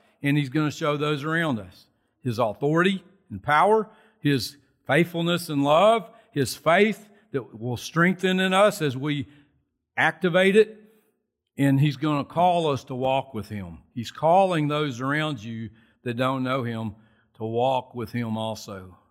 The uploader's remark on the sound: Recorded from South Gate Fellowship on May 23, 2021.